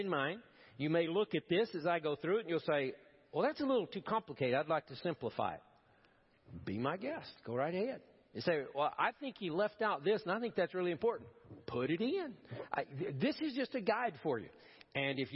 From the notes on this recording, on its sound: Preached at First Baptist Church of Powell